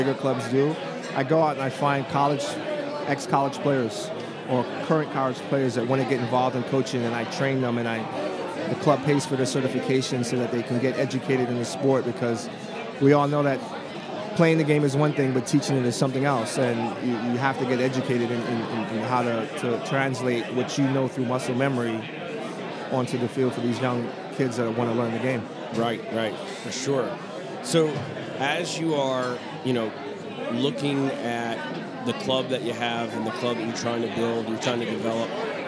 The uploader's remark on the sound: Live at the Bar of the US Soccer AGM